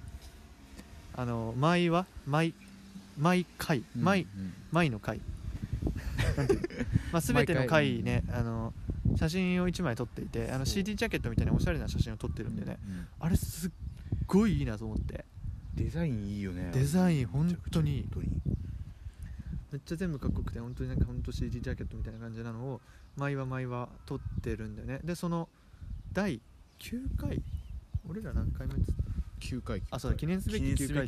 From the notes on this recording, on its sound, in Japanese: 運動公園からお届け！Anchor←このアプリで収録してます。